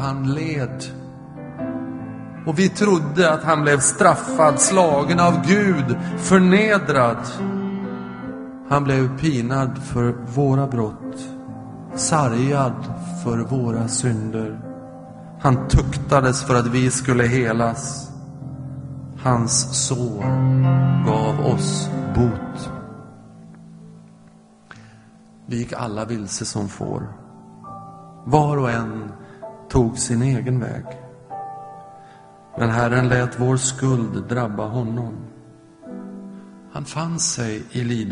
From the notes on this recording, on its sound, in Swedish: Inspelad i Smyrnakyrkan, Göteborg 2011-04-23.